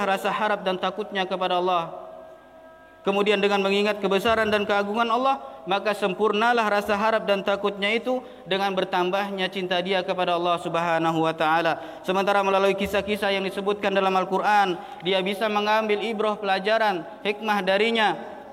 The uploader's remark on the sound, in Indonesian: LIVE AUDIO KHOTBAH JUM'AT. MASJID IMAM SYAFI'I PANGKALAN BUN.